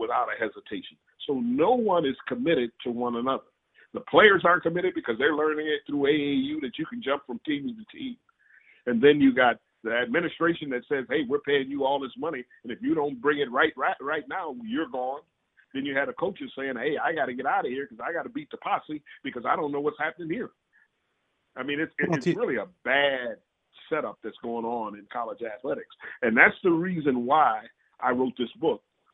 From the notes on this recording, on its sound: Called in from LA.